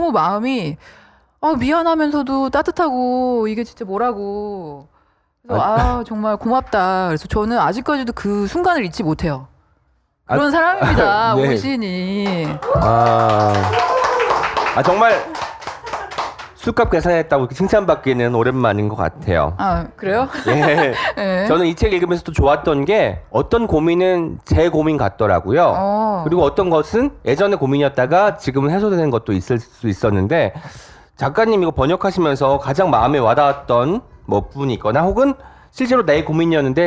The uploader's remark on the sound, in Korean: 책의해’ 공개방송